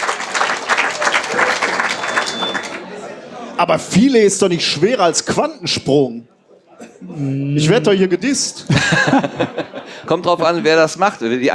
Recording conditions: live audience